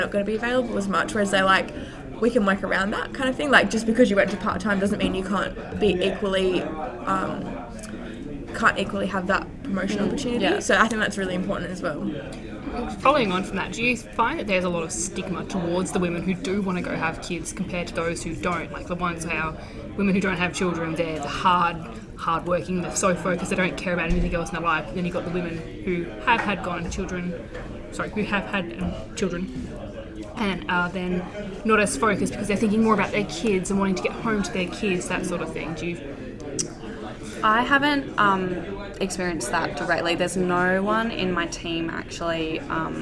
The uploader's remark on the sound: This week we bring you a special podcast recorded right after our event with KPMG!